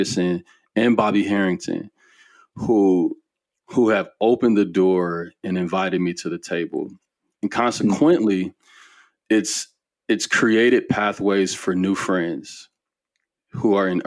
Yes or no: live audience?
no